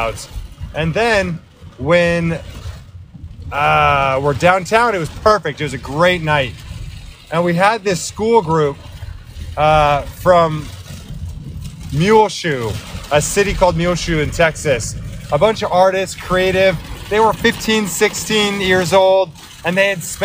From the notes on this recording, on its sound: Driving home in an Austin, Texas thunderstorm